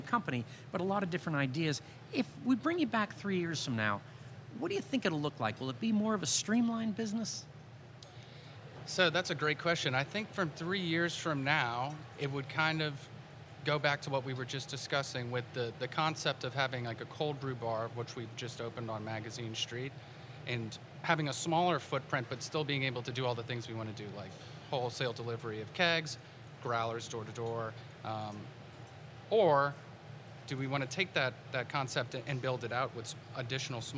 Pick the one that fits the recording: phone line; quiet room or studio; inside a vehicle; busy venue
busy venue